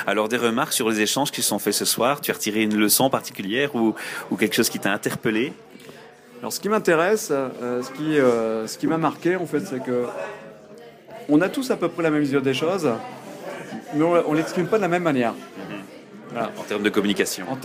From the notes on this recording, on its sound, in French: Une interview enregistrée le 24 avril 2014 lors de la soirée Apéro RH de Lille.